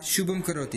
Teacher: अनुस्वारस्य स्थाने कः आदेशः भवति अग्रिमवर्णम् अनुसृत्य निर्णीयते यथा शुभं करोति तत्र ककारः अस्ति अतः अनुस्वारस्य स्थाने ङकारः अस्ति · Term: परसवर्णसन्धिः